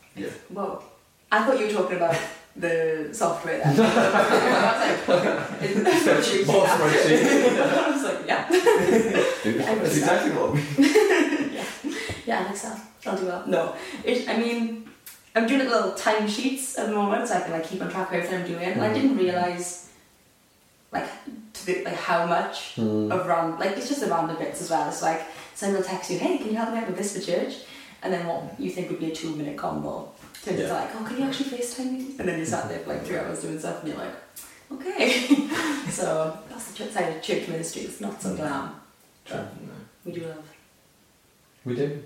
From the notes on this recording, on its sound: Please bear with us regarding the audio quality of this video! Due to some technical difficulties it's not quite what we want it to be.